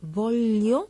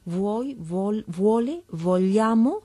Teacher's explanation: verbos en los que se produce un fenómeno de palatalización